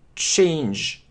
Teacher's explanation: Это д, это ж, дж, дж. Запомните, дж, change, менять.